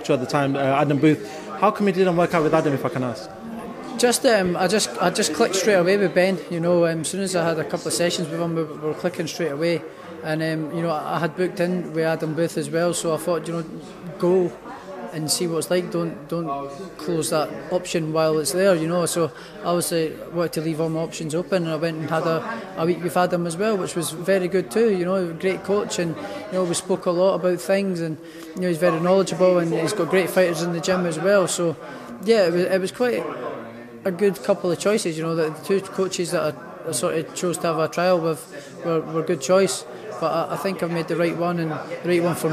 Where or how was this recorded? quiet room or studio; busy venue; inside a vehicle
busy venue